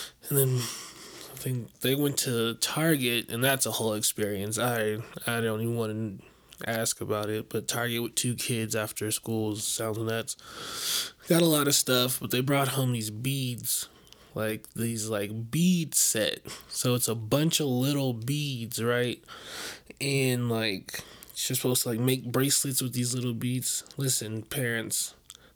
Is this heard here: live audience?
no